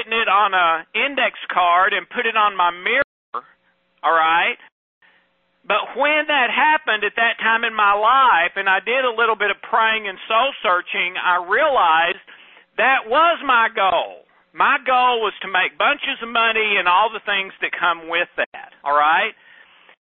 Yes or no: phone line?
yes